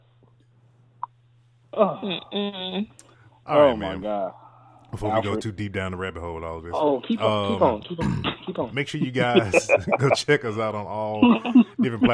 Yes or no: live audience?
no